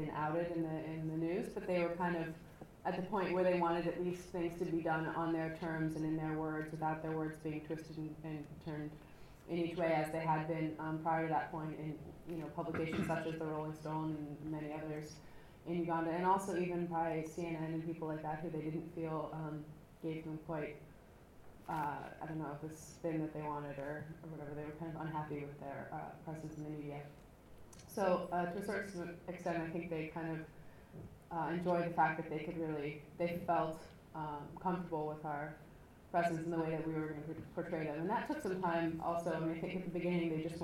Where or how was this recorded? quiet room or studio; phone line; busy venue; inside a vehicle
busy venue